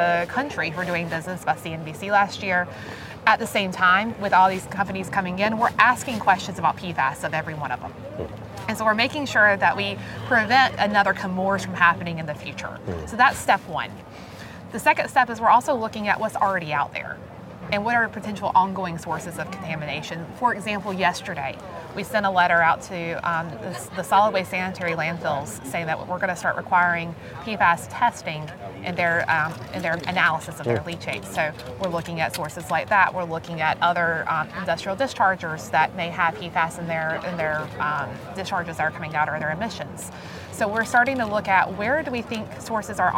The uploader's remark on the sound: The announcement was made at an event in Wilmington, North Carolina